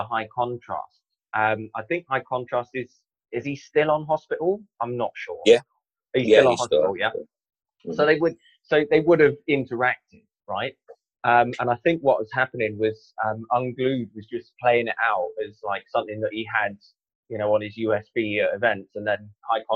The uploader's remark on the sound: You'll have to forgive the poor quality audio in this episode